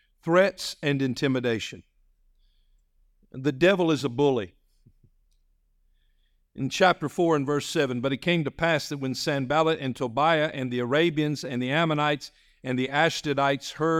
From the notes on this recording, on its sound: This message was delivered on November 19, 2023, during our evening service.